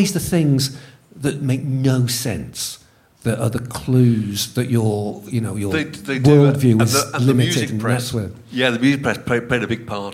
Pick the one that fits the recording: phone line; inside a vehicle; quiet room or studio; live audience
live audience